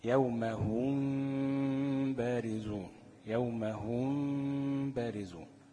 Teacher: وقلنا إن إحنا بنترك فرجة يسيرة بين الشفتين حتى لا تخرج الميم الساكنة من مخرجها · Term: إخفاء شفويا